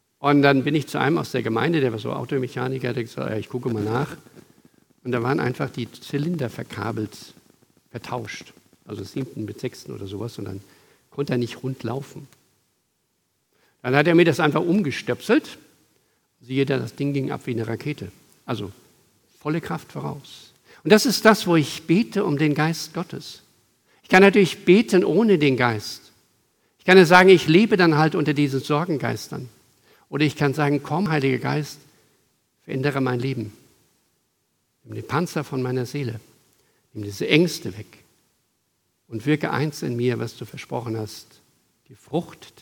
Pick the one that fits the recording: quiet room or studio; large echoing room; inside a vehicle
large echoing room